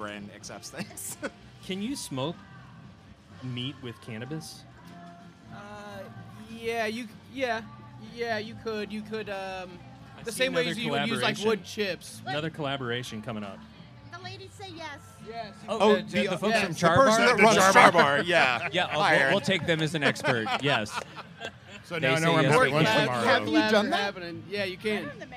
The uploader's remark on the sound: Live from Boulevardia 2022. This week on the Streetwise podcast we have a wacky time at Boulevardia. This is a full show live recording from the podcast stage. Thanks to everyone who came out and suffered the sun with us!